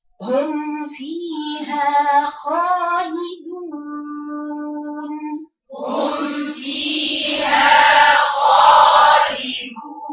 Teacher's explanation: الواو المادية والنون تختفي تماما فتقرأ خطأ هكذا قالي نون خطأ المفروض ترفعي صوتك على الواو المادية وعلى النون كذلك · Term: المد العارض السكون